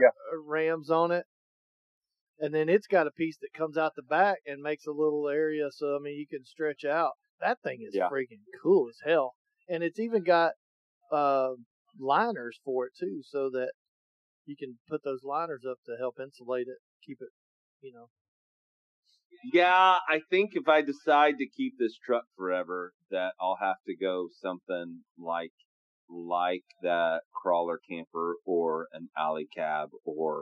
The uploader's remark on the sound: All Over Overland LIVE radio Show. The quality of sound is not great as we were dealing with bad weather and worse connections.